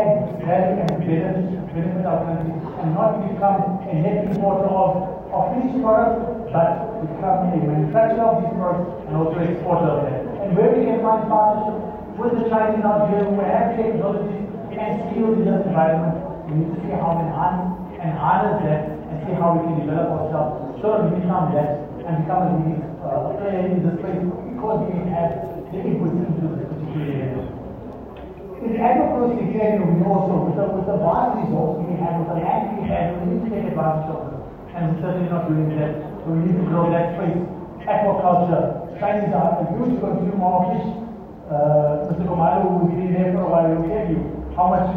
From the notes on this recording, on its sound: Zhejiang Jinhua-South Africa Trade & Investment Promotion Conference, held at the Gallagher Convention Centre.